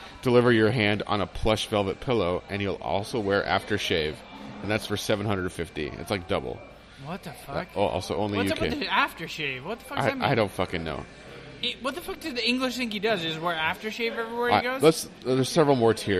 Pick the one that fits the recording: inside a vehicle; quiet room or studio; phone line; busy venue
busy venue